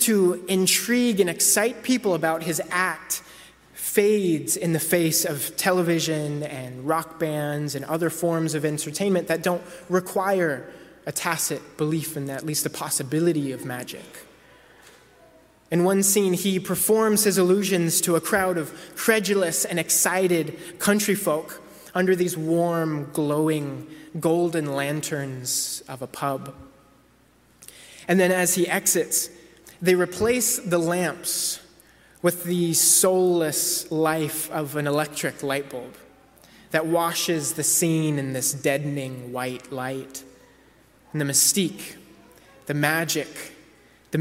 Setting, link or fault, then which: setting, large echoing room